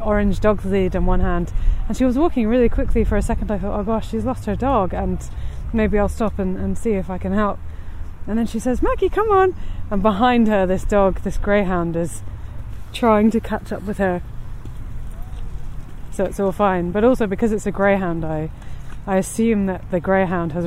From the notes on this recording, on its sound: More From Tooting Bec Common. This podcast is recorded in 3D sound! Out and about as she captures those small, magical moments of everyday life, in sound. Thanks to 3D recordings, you’ll hear everything she does as if you were right there with her.